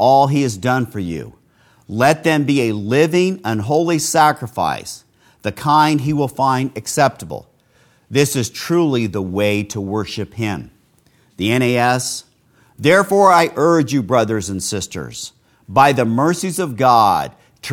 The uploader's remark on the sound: This sermon was preached live at Castle Grace in the At the Mouth of Two or Three Witnesses Series. Broadcast live from Castle Grace.